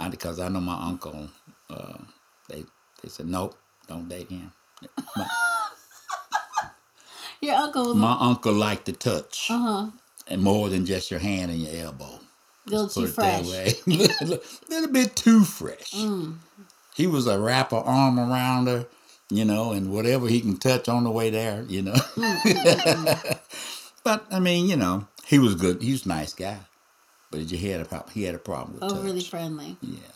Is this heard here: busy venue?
no